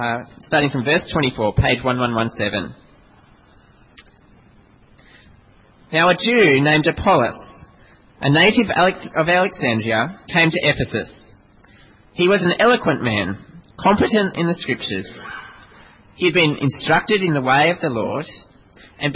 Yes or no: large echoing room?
yes